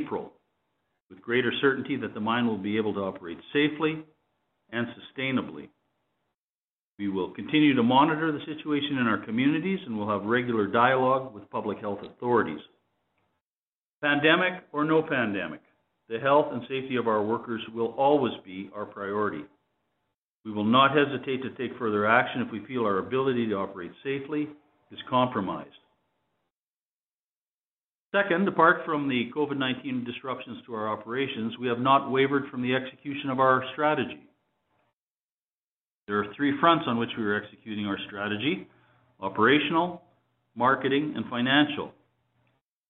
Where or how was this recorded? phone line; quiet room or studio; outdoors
phone line